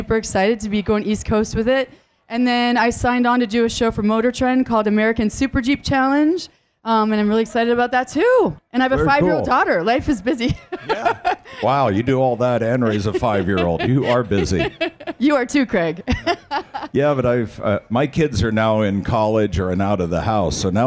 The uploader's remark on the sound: SEMA SHOW 2019 An Automotive Celebrity Mash-Up from the Shell Pioneering Performance Stage. On the Shell Pioneering Performance LIVE Stage.